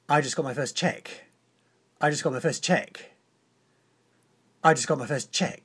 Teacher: as fast as I can, with prominences on just the first and the last syllable